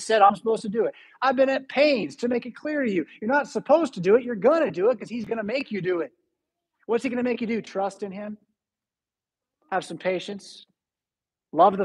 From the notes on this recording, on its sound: Preached at St Paul Lutheran Church , Rockford, Illinois on August 12, 2022.